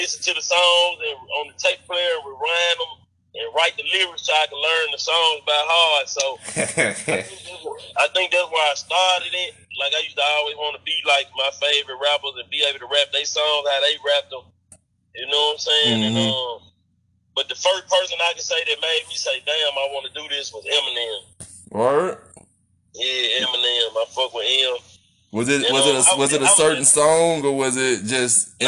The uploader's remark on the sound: on the phone